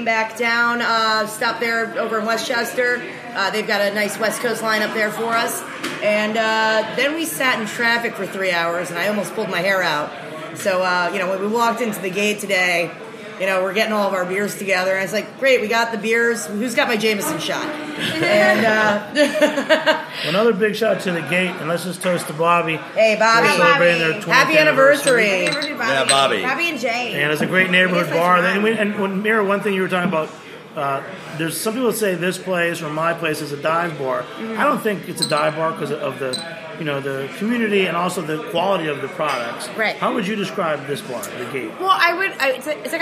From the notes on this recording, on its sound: A special show that was recorded live at The Gate in Brooklyn, celebrating the brewery's 20th anniversary!